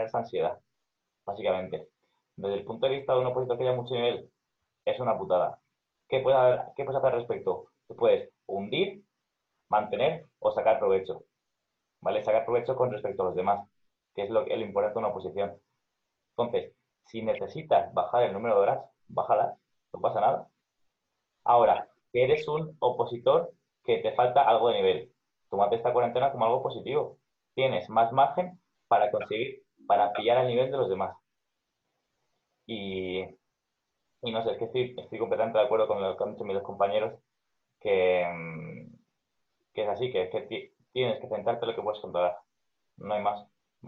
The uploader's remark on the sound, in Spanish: nos hemos reunido cuatro amigos por vídeo-llamada